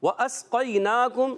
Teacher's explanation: واو کی ادائیگی ہونٹوں کی گولائی سے · حمزہ کو سین سے ملانا ہے، سین ساکن ہے سیٹی کے ساتھ، قاف یا زبر قئی، قاف کو موٹا رکھنا ہے، زبان کی جڑ تالو کے نرم حصے سے قاف ادا ہوتا ہے، یاد رکھنا ہے، اور کاف آگے آ رہا ہے، کاف ادا ہوتا ہے زبان کی جڑ اور تالو کا سخت حصہ، آپ نے یاد رکھنا ہے.